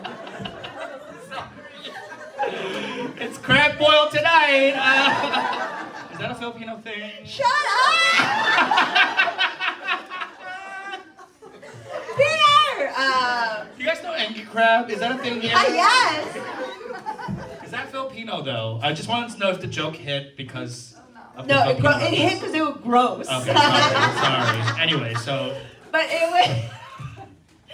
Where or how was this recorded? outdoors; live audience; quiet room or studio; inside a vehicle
live audience